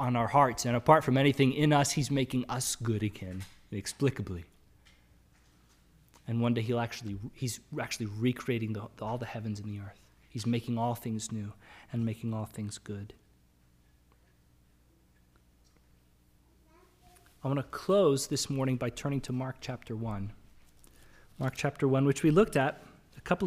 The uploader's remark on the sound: Sermon audio from the LBC worship service.